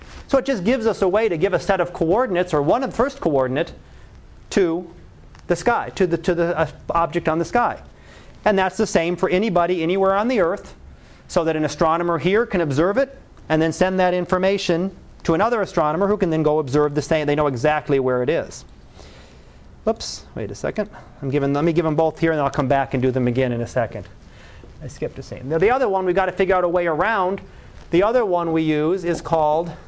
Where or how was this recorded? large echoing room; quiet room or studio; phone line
large echoing room